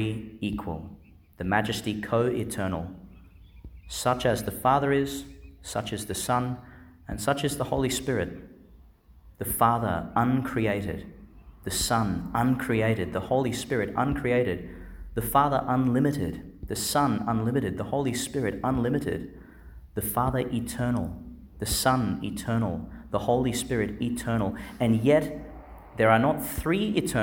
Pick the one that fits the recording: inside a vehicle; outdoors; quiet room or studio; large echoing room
large echoing room